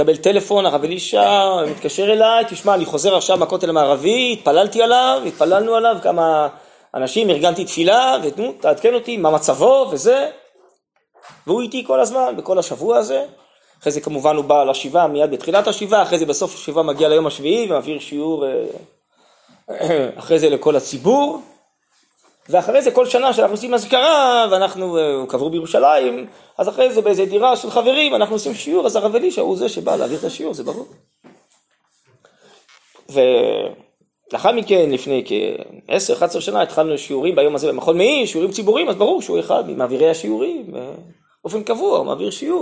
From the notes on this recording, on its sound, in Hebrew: הוקלט בישיבת שדרות